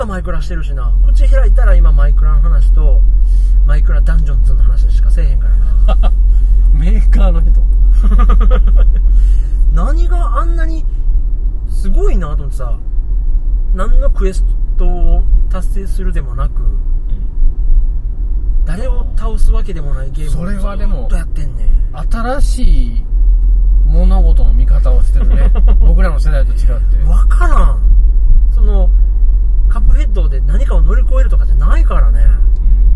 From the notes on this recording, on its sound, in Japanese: ラーメン食べた帰り道に収録しました。